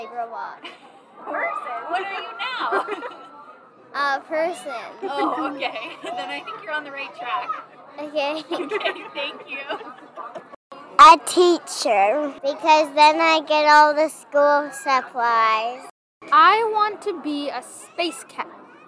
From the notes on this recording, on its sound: 5 Second Interviews at Science Rendezvous. Do 5-second interviews with kids attending Science Rendezvous.